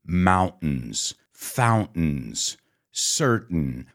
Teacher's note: in the United States, we say mountains, fountains, certain. We have that glottal stop, but you can also say mountain, fountain, certain.